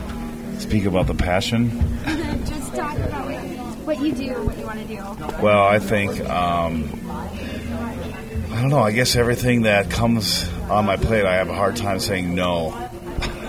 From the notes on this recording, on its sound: Coming to you live from the 2011 Garden City Cannabis Expo in Missoula Montana at the university